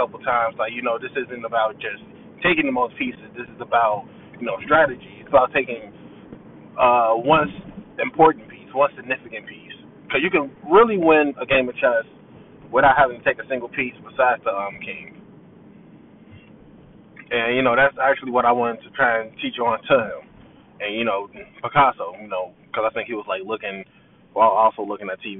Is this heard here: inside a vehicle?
yes